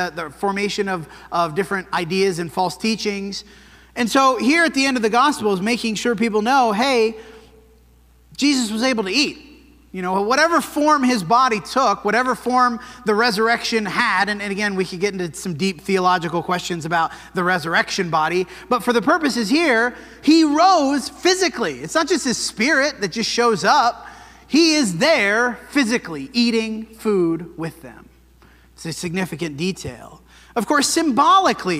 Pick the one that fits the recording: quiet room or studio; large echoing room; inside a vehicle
large echoing room